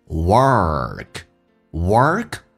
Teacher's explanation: 整个舌身往回卷，在美式发音叫做重度卷舌